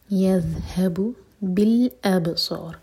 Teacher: را ساکن کر کے رکیں گے تو یہاں پر را ہیوی ہوگا کیونکہ اس سے پہلے ہے فتحہ آیا